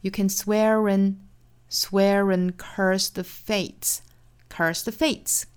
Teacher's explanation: 同样我们注意是三个实词做重读